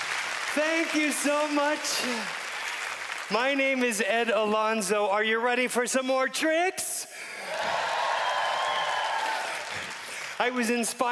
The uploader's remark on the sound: performance from the Just For Laughs Festival in 2015